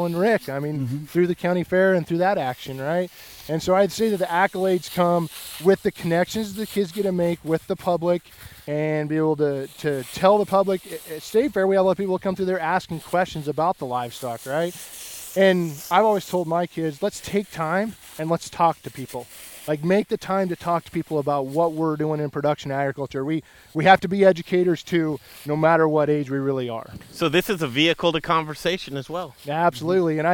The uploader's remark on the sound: What an incredible Colorado farm family right here! Live at Jager's Livestock. Did we mention the goats?